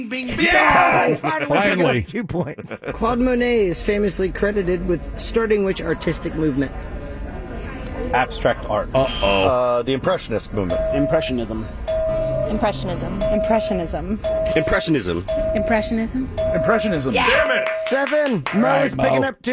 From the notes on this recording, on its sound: surveys patrons at an art festival